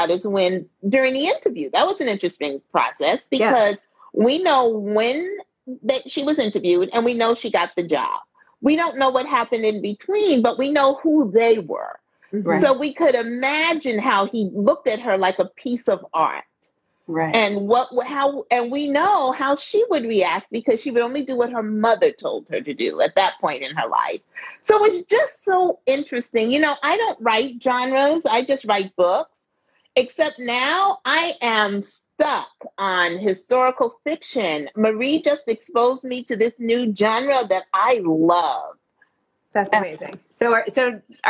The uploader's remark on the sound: for an Instagram Live